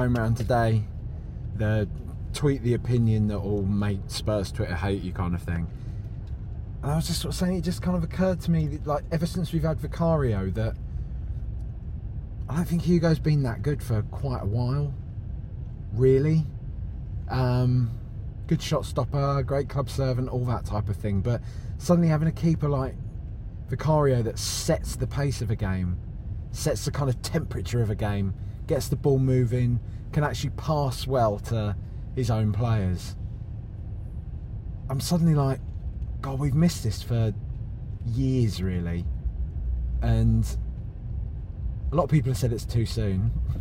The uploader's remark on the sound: Recorded in a car.